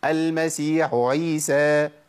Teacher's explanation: بيقلب الحاء الاولى الى عين